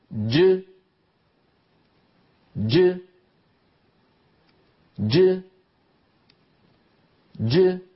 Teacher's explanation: بداية الجيم مخرج مقفول تماما لأن الصوت شديد · Term: جيم مقلقلة